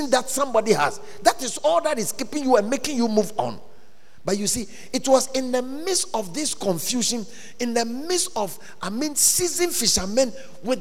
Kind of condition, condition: setting, large echoing room